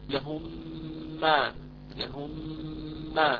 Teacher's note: الميم المدغم في ميم مثله اللي هو الإدغام الشفوي